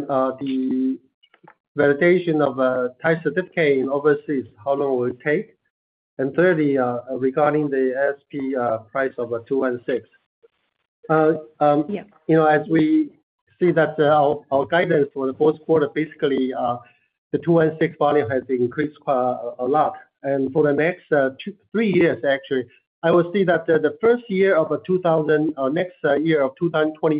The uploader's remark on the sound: Third Quarter 2023 Earnings Conference Call of EHang Holdings Limited.